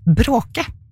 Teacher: Hvis jeg sier bråke, ja, så har jeg slått bare ett slag, eller en tepp, som noen kaller det da